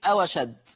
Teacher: الواو ساكنة تحذف همزة أشد وبناخد حركة الفتح اللي عليها وتوضع على الواو فتصير أو أشد. · Term: النقل